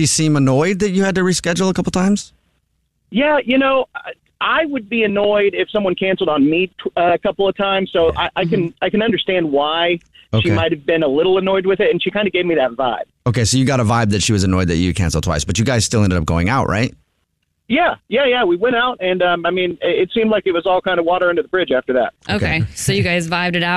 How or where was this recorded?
phone line